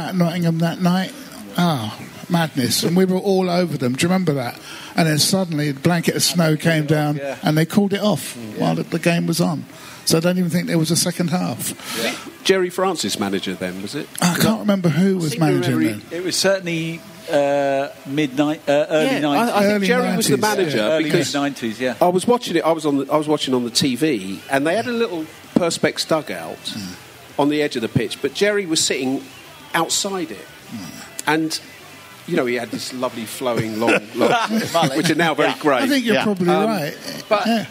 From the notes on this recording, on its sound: at the Xmas Live Show